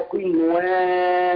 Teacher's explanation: القاف المكسورة تاخد أدنى درجات التفخيم